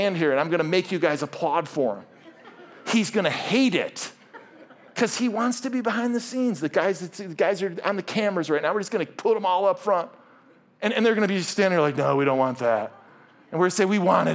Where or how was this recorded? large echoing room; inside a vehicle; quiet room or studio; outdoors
large echoing room